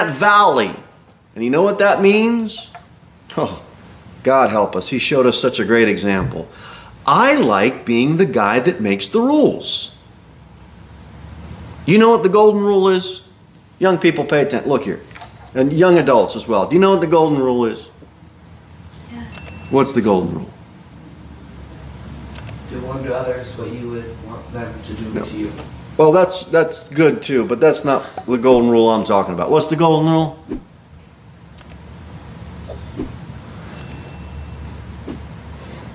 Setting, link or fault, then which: setting, large echoing room